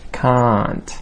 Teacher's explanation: make sure that you elongate the vowel sound in the word can't